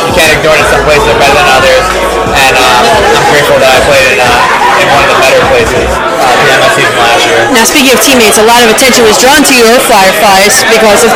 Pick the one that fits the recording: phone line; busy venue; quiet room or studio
busy venue